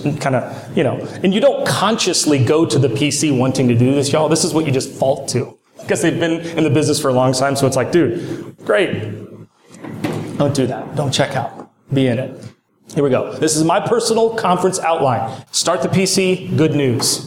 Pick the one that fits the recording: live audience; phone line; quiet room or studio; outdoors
live audience